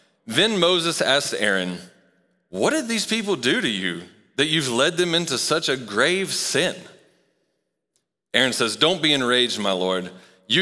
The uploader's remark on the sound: Recorded live at Long Hollow Church.